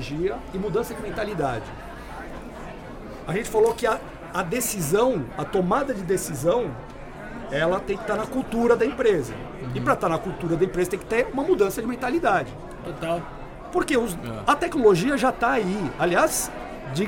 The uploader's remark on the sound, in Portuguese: Esta semana, liberaremos episódios especiais do Proptalks+Secovi, gravados durante o evento Rede Show organizado pelo Secovi.